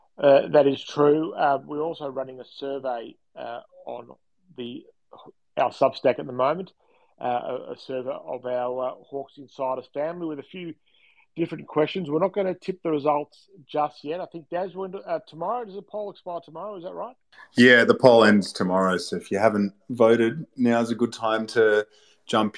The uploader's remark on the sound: live conversation on Twitter Spaces